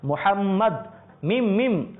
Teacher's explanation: সুবহানাল্লাহ, মুহাম্মদ মিম মিম যখন আপনি উচ্চারণ করতে যাবেন, মুহাম্মদ ঠোঁটকে না লাগানো পর্যন্ত মুহাম্মদ শব্দটা আদায় হবে না